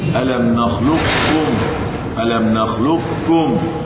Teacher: إضغام القاف في الكاف إضغاما محضا دون استعلاء في القاف قبل الكاف · Term: الإضغام المحض